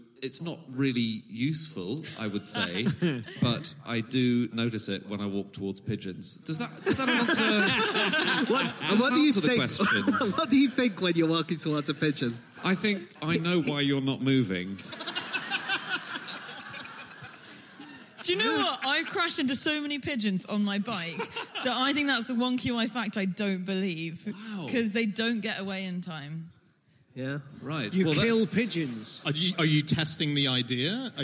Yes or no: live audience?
yes